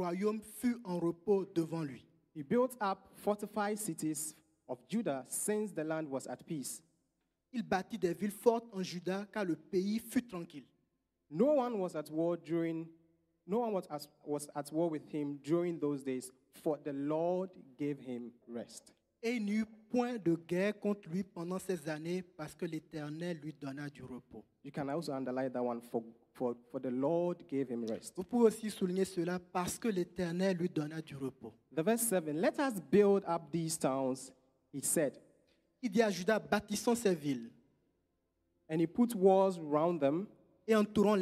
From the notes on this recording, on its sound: Preached during Joyful Hour Sunday Service